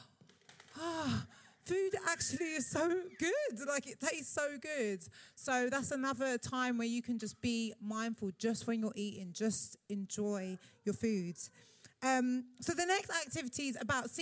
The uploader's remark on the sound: Part 3 of 'Badass Mums Live' at the Roundhouse